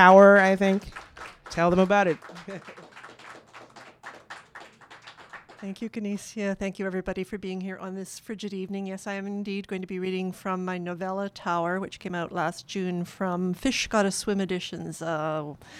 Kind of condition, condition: setting, busy venue